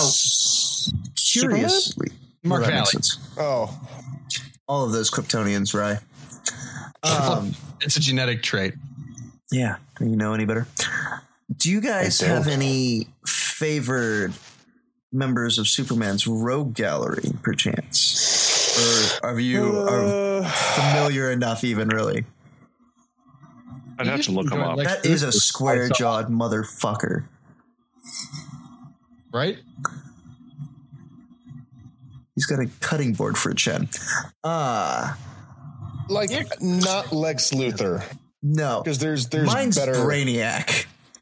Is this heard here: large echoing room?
no